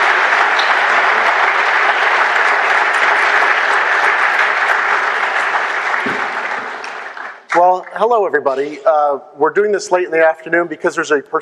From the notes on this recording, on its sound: I interviewed at the XOXO conference and festival. The folks who videotaped throughout XOXO 2012 and 2013, for providing the high-quality audio file.